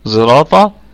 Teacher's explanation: يقرأها بالصاد مشمة بصوت الزاي زراطة، والباقون يقرؤونها بالصاد كما هي.